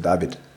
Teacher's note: bei uns spricht man es auch mit W ein bisschen